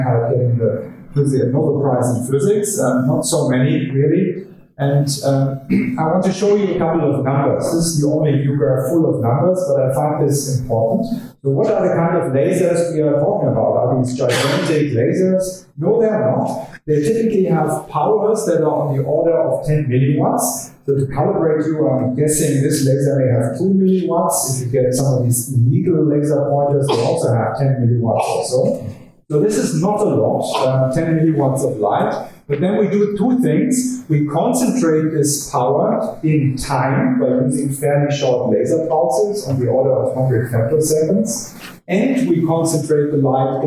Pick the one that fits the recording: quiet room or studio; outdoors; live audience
live audience